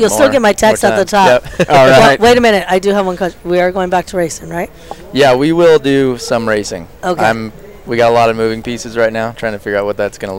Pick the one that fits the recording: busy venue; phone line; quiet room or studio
busy venue